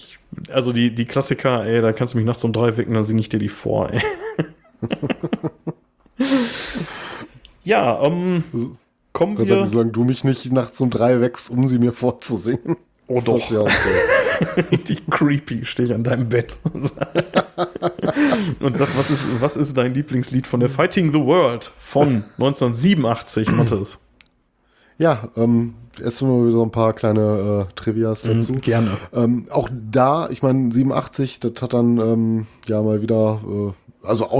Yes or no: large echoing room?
no